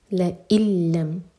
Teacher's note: ادغام بغیر غنہ کے نون کی آواز نہیں آئے گی